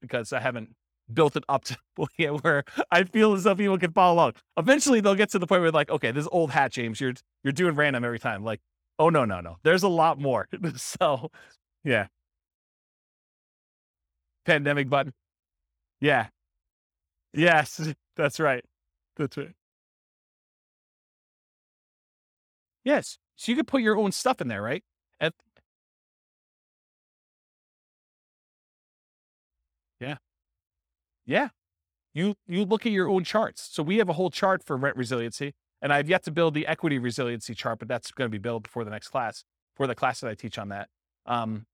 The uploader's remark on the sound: This was a live class recorded